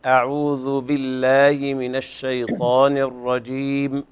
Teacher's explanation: أخرج طرف اللسان في الذال